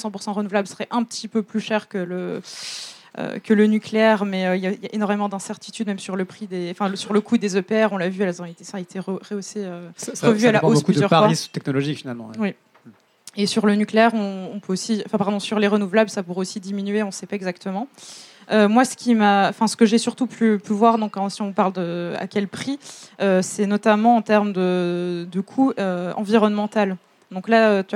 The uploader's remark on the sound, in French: Conférence enregistrée en public à la REcyclerie, en partenariat avec le média Futura.